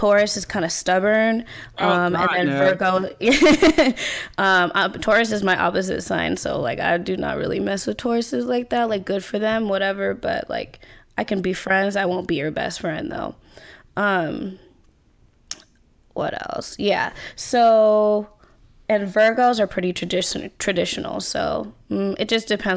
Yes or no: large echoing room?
no